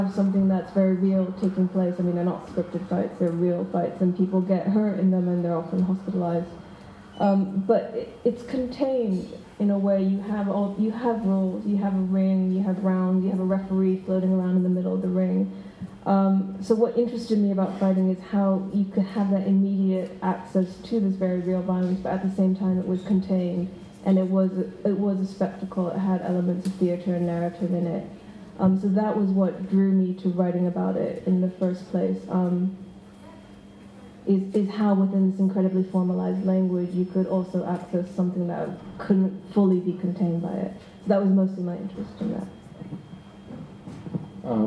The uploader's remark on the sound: Q&A at the Millennium Library. Post-reading discussion.